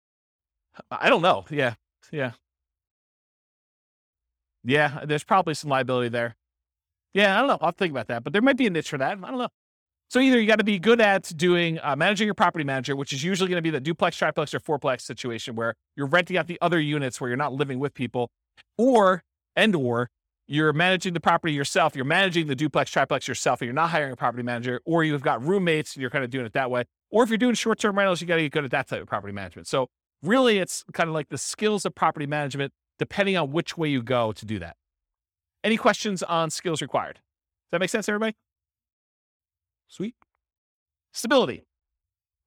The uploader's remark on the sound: This was a live class recorded